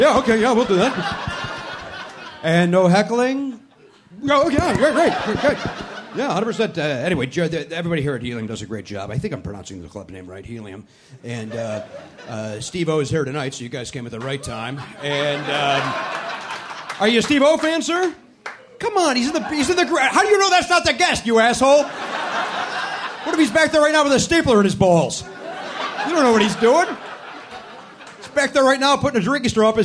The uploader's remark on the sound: Recorded live at Helium Comedy Club in Philadelphia, PA.